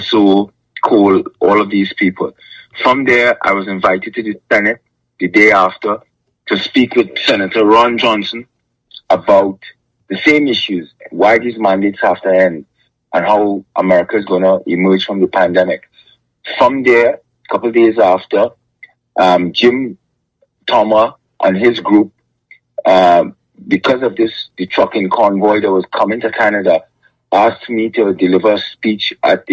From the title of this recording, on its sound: Truckers Call